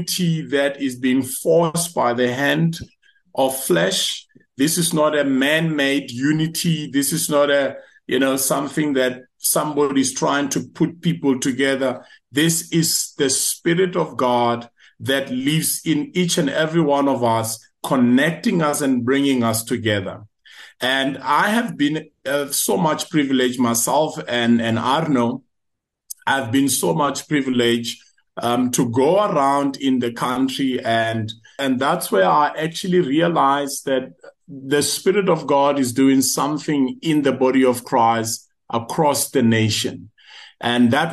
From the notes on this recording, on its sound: The Transformation Table Zoom Meeting 23 Nov 2023